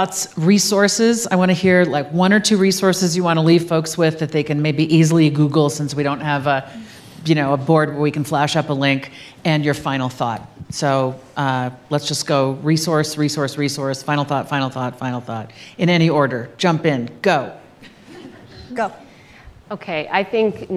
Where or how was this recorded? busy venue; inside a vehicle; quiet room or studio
busy venue